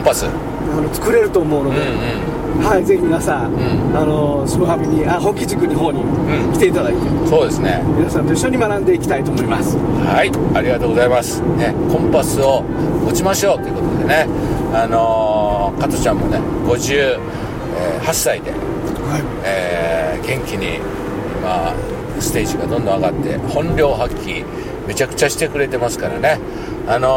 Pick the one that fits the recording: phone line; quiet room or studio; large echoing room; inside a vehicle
inside a vehicle